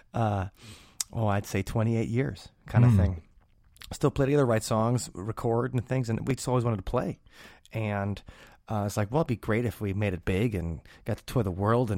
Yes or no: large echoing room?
no